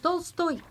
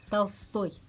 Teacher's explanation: c'est parce que l'accent est sur toy · Shown in: second take